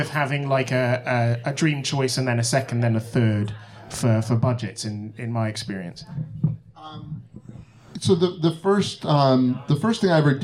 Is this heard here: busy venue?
yes